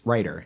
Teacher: the flap, which is not a T sound, not a D sound, but it's that sound you make in words like writer that come in between two vowels. That's actually a flap.